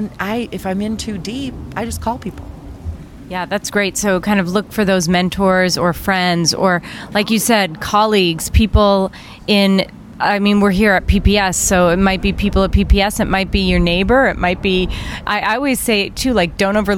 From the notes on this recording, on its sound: LIVE from the Annual Private Practice Section Meeting in Orlando, Florida. I am coming to you live from the private practice annual private practice section annual meeting in Orlando, Florida. We're sitting outside.